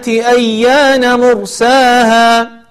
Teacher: وفي كلمة مرساها تكون الراء مفخمة